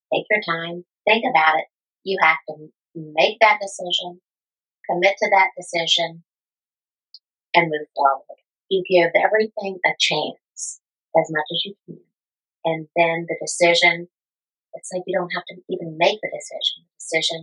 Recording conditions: poor sound quality